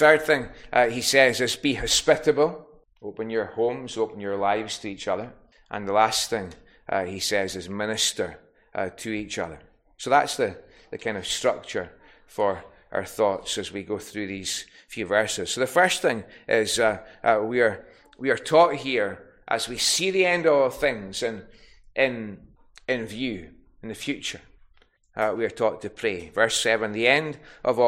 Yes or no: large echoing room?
yes